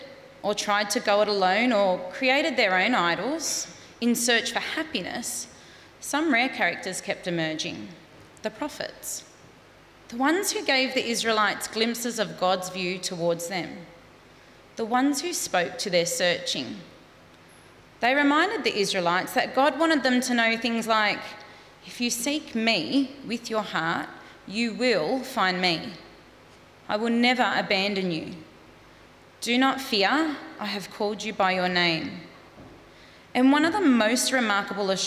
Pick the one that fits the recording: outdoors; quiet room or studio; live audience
live audience